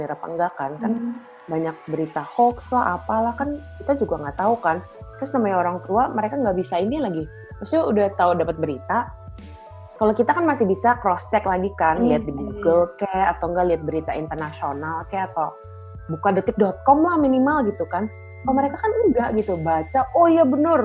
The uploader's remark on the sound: Perdana record podcast via video conference.